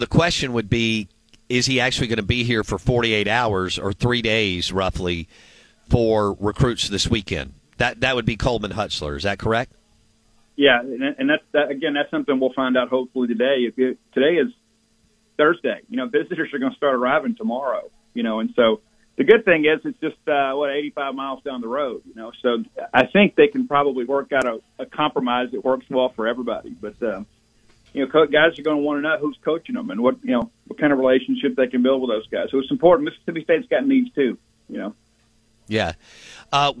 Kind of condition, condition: link, phone line